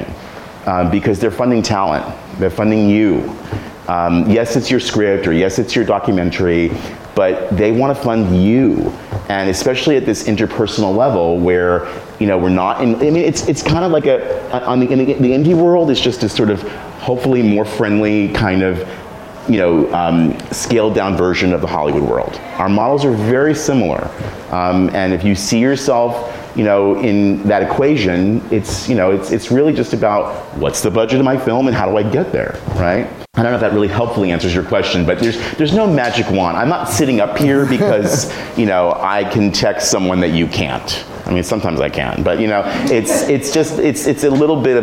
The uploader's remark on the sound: A Live Show